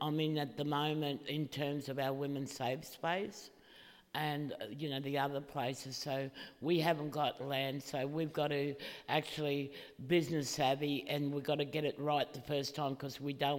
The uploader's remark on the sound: This is a recording of a panel discussion as part of the Flow events program.